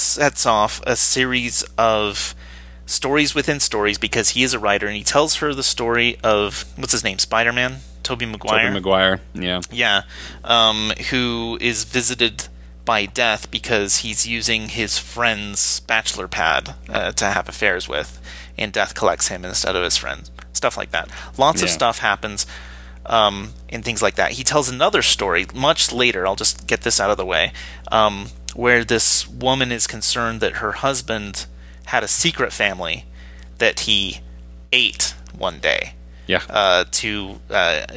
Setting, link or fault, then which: fault, hum or buzz